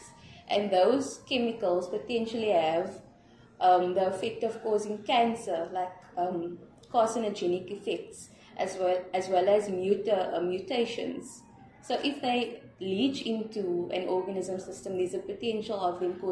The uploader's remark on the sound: We are at the South African society of aquatic scientists conference in the Western Cape South Africa